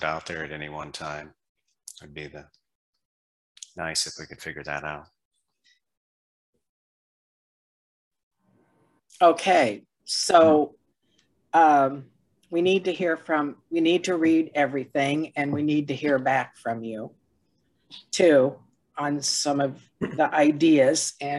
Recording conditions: video call